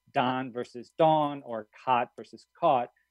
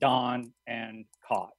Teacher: increasingly in large parts of the country, they're sort of merged into a single vowel sound · Shown in: second take